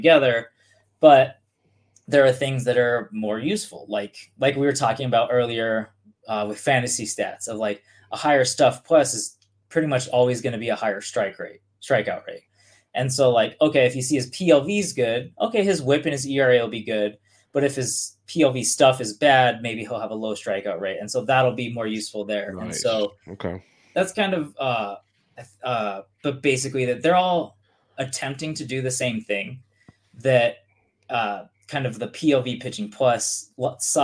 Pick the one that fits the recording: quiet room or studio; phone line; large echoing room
quiet room or studio